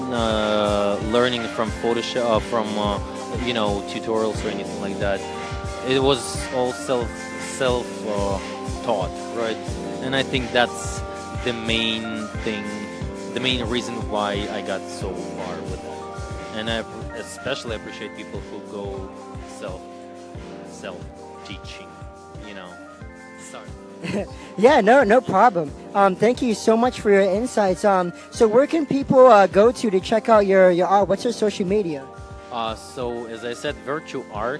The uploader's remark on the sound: Live coverage of RAW Hollywood